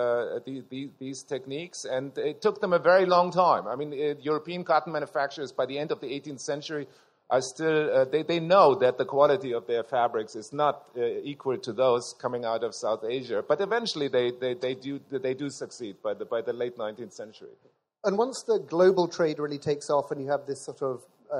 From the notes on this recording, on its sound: This episode is a live session from day 2 of #ZEEJLF2019.